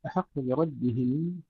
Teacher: الراء هنا مفخمة حتى لورش لأن الكسرة التي قبلها ليست متصلة، لأن الراء حرف جر فهي ليست من أصل الكلمة، لذلك تفخيمها.